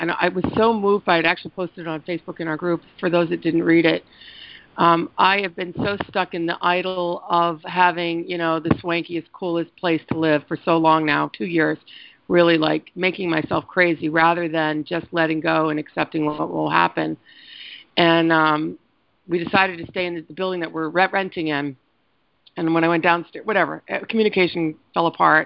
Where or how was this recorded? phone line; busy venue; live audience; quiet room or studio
phone line